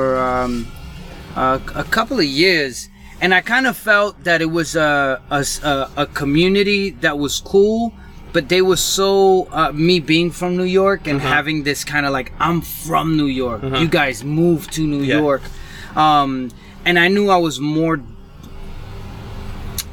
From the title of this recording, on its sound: from the van